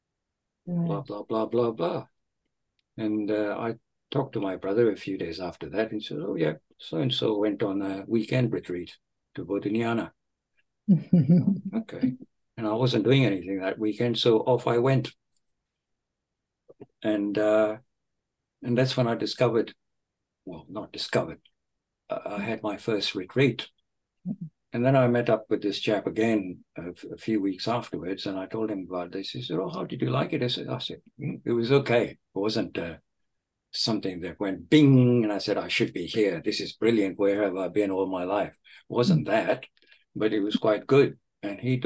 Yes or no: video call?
yes